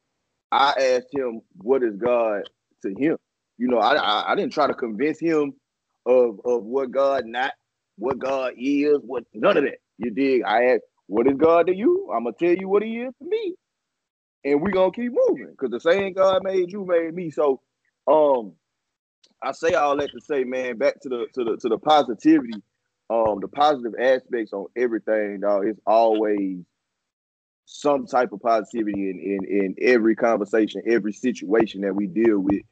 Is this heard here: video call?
yes